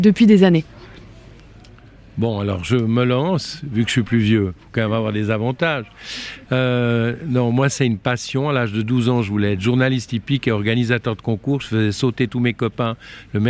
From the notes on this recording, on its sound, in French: En immersion au CHI de Genève. Nous sommes en direct du CHI de Genève dont nous sommes, pour la deuxième année consécutive, média partenaire !